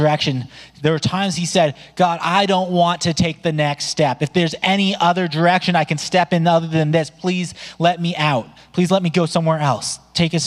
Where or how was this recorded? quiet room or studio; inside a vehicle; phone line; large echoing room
large echoing room